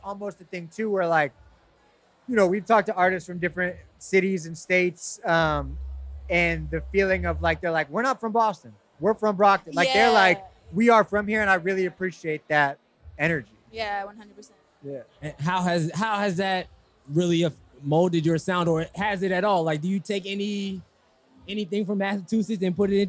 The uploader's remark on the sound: featuring seven interviews conducted live during the recent Digilogue Day music and tech festival hosted by Digilogue